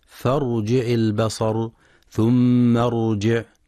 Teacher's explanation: وينتبه القارئ لتفخيم الراء في كلمة فارجع البصر ثم ارجع، حيث يخطئ بعضهم فيقرأ بترقيق الراء، والصواب تفخيمها لسكونها بعد كسر ليس أصليا.